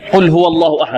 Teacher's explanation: مغلظة. لماذا مغلظة؟ لأنها سبقت بالفتح. أين الفتح؟ الواو.